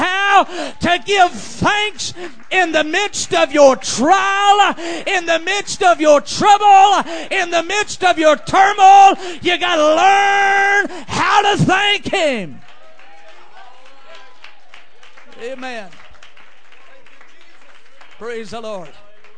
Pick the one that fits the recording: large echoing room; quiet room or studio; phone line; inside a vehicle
large echoing room